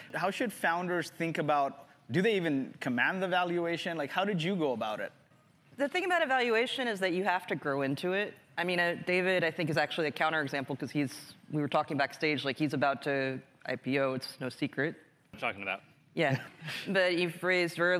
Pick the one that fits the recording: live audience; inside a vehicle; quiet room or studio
live audience